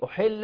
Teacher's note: لا نقول أحل غلط، انت لم تحقق كسر الحاء